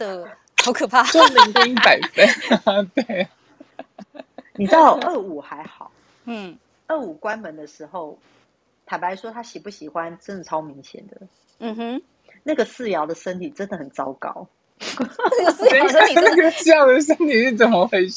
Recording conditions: poor microphone